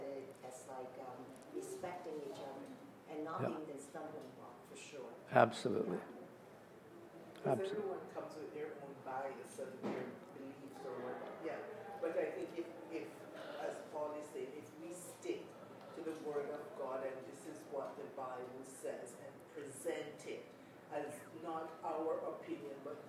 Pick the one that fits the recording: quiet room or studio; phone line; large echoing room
large echoing room